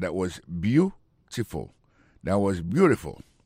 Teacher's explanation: Gardez pour voir que l'accent tombé sur le premier syllabe là.